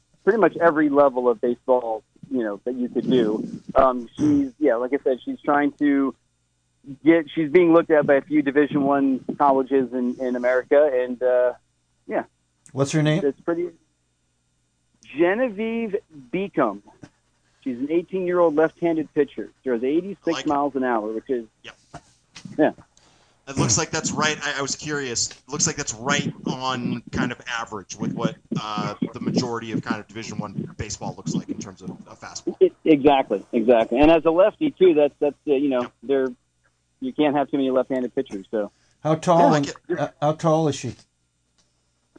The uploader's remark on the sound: an hour of community call ins